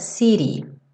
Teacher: Então, esse city poderia ser cantado city, mas tradicionalmente no inglês americano esse T vai ser reduzido para rarara